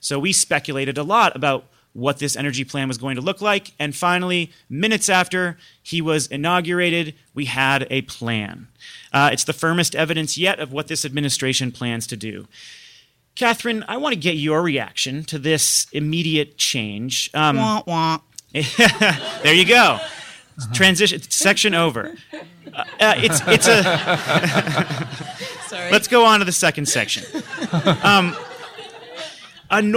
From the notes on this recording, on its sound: we’re live from Columbia University’s Energy Symposium in New York City